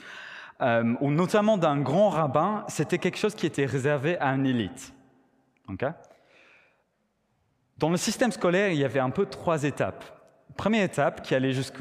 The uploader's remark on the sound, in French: Enregistré à l'église CVV